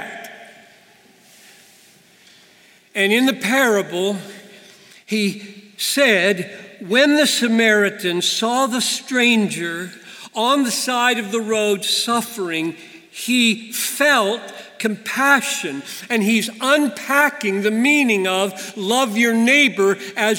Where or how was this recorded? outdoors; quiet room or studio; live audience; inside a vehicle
live audience